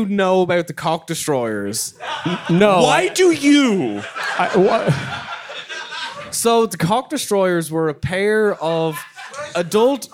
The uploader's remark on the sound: The Voyage of the Damned Live in London. This is a preview of our first ever live show.